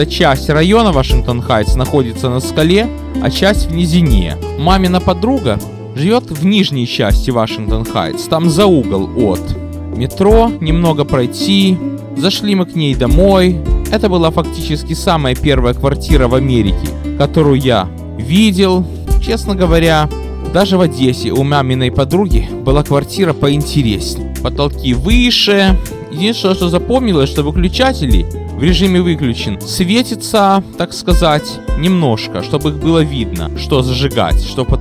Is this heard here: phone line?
no